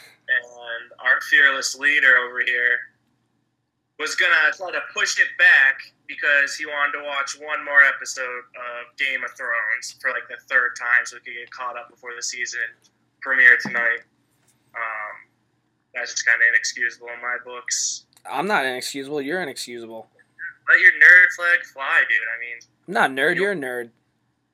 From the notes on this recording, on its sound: a phone call